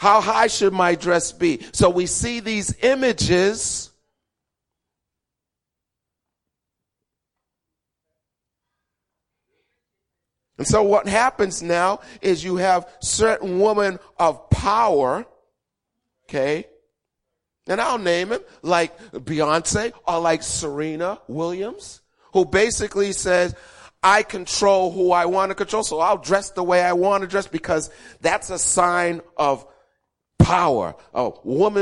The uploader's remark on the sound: Recorded 02-14-2016 8:30am Service